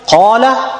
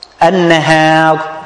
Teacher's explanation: Qala is mufakhama. Al-alif mufakhama. An-nahar, al-alif muraqqaqa.